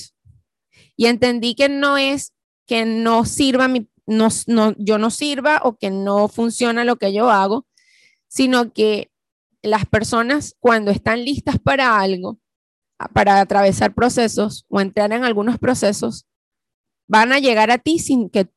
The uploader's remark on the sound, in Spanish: ZOOM PARTY CUMPLEAÑOS 2021. Q&A live.